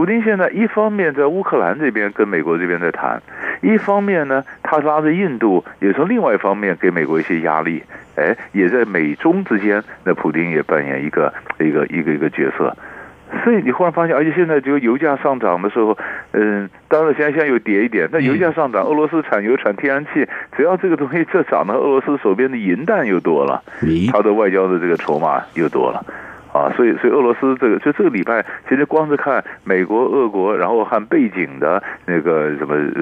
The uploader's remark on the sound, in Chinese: 連線訪問